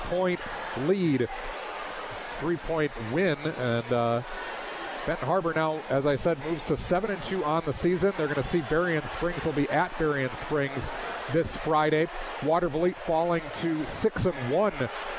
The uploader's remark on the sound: As you heard on News/Talk/Sports 94.9 WSJM. All of the action from Farnum Gymnasium as Watervliet headed to Benton Harbor to face the Tigers.